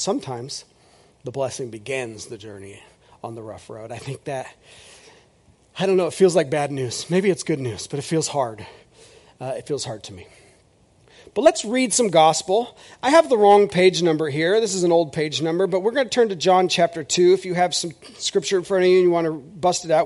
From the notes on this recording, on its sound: This is audio ripped from the Live Service video.